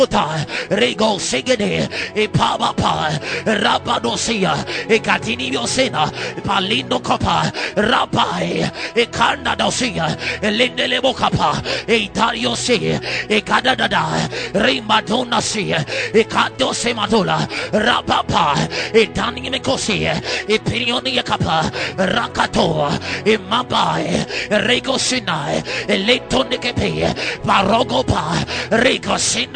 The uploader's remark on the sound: Preached at Ekklesia Chapel.